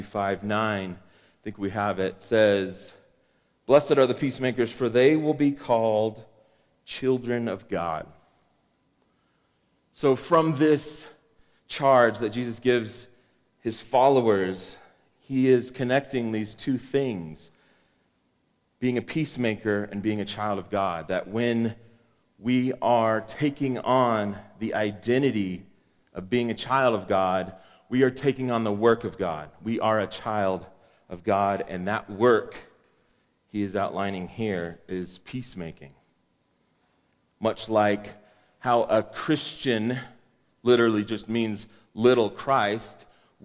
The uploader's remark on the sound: Woodland Life Church Live.